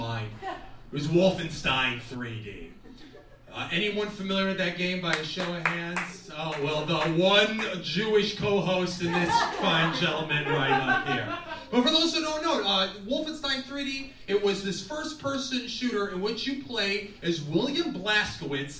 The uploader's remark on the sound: Live! From The Footlight. We invited past guests for what became our Holiday Showcase.